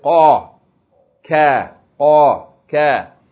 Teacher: Okay, so qaf is the last letter of the tongue, and kaf is just before it. Both of them are at the back of the tongue, just before the throat.